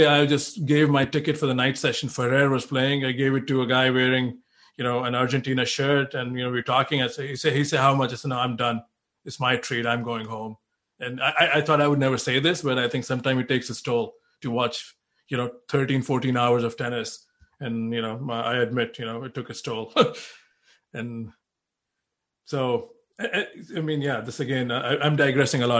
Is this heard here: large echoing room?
no